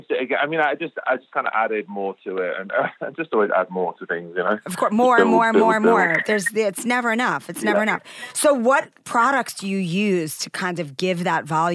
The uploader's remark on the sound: calls